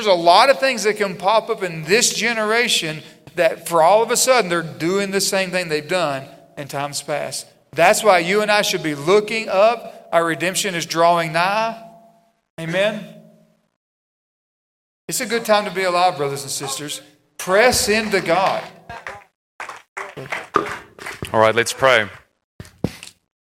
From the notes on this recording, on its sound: RISE UP CONFERENCE. Have an in-depth stage discussion. Followed by an audience Q&A.